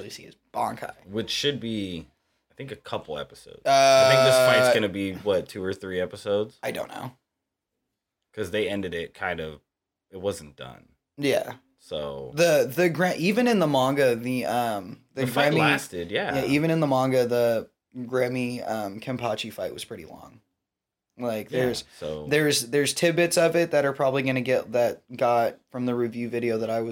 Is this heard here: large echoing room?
no